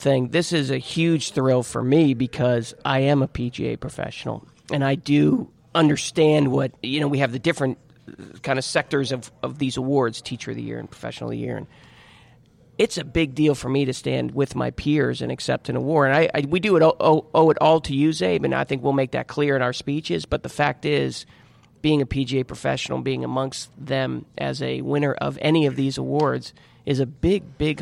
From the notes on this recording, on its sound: Taped live at GolfDom Golf in Tyson's Corner, VA.